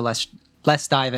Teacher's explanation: So that's another connected speech where you have that T being dropped in let's and probably the dive hooking onto the in